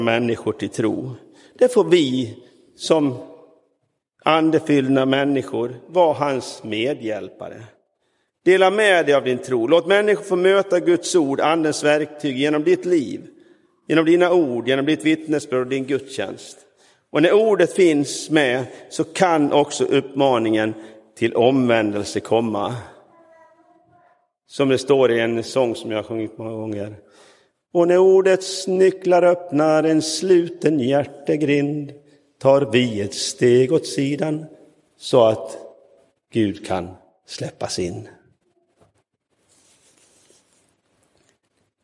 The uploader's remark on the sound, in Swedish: Inspelad i Roseniuskyrkan den 21 maj 2023.